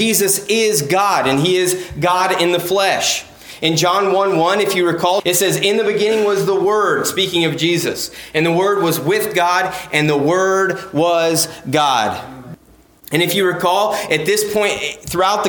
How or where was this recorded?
large echoing room